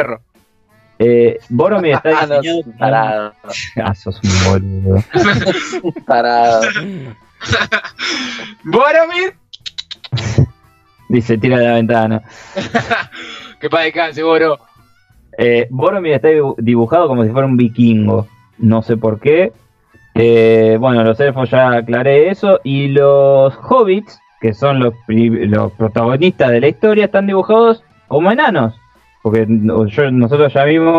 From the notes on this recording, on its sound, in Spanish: En este episodio tuvimos tantos inconvenientes con el sonido que, por un momento, nos dio la sensación de estar grabando en el ojo de un huracán.